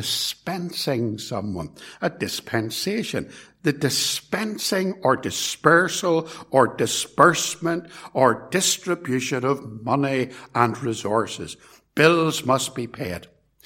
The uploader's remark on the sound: This sermon was preached at Ballymacashon Congregational Church and at Templepatrick Reformed Church, and was recorded at Templepatrick.